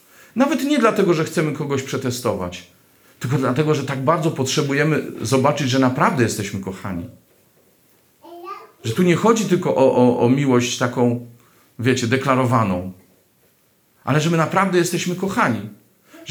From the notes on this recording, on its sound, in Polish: Tym razem nagranie pochodzi z eucharystii, sprawowanej dziś w Bojanie.